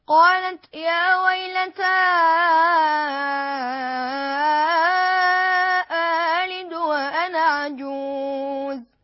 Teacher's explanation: لأنه هنا اجتمع حرف المد ألا وهو الألف ولم يأتي سبب المد، فلذلك سنمد الألف مدا طبيعيا 2 حركات فقط · Term: بالقصر